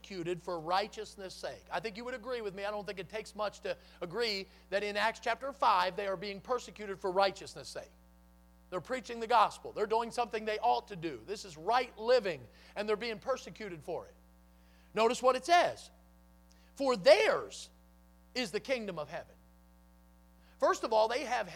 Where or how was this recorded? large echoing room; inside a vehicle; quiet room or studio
large echoing room